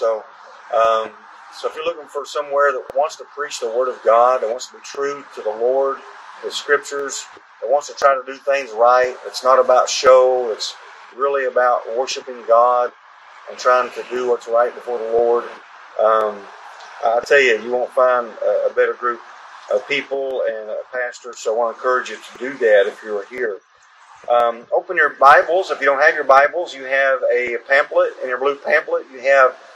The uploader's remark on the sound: This service was held at the Washington town square.